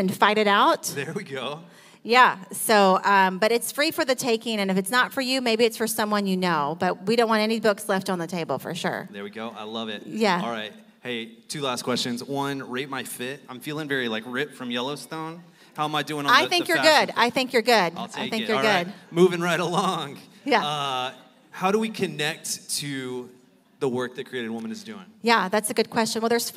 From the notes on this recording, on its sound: Live recording